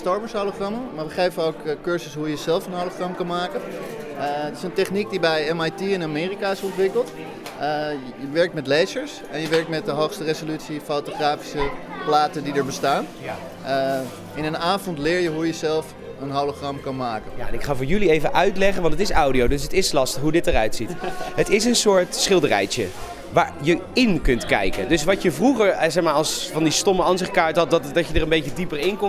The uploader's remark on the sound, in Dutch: Live vanaf Echo Base.